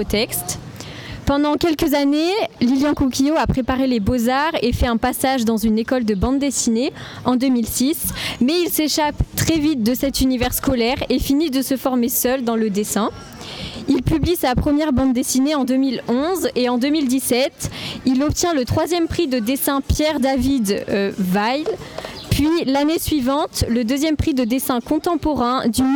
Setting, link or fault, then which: setting, busy venue